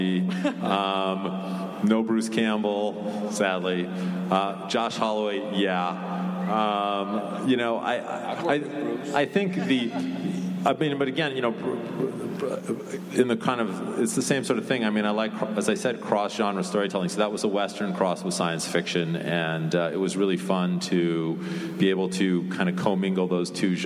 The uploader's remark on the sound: Recorded at NY Comic Con on October 9, 2015.